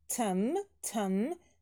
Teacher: Произносим temperature, ударение на первый слог